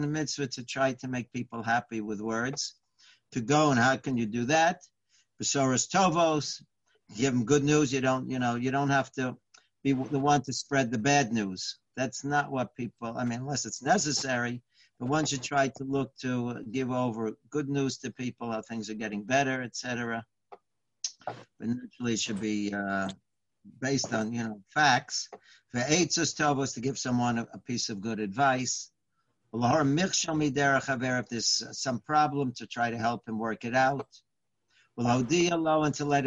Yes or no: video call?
yes